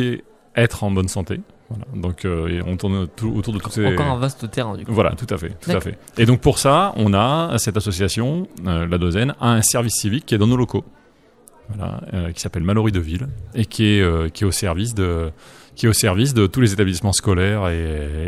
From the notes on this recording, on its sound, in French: Emission réalisée en direct samedi 30 mars 2019 depuis le Campus des metiers 37 de Joué-les-Tours.